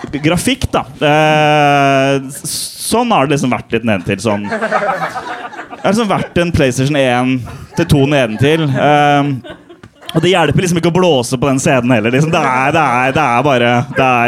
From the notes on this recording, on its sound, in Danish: Livepodcast fra nieu Scene 2023. Takk til alle som kom!